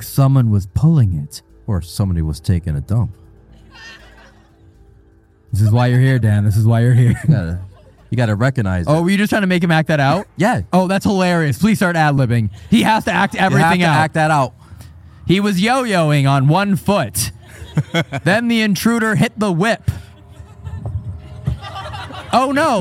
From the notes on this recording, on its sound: This episode was filmed in front of a live audience at the haunted USS Salem in Boston, MA.